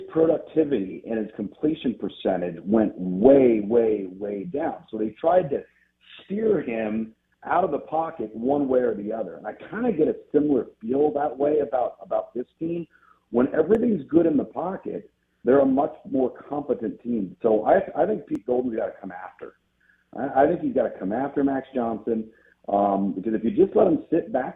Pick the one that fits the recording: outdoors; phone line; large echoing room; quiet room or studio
phone line